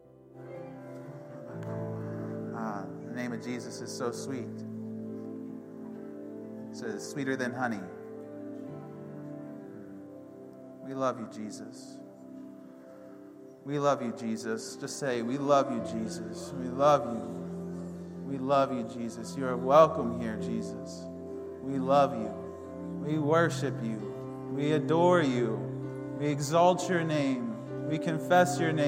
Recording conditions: large echoing room